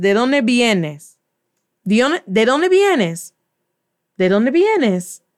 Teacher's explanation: the V's in Spanish are pronounced like B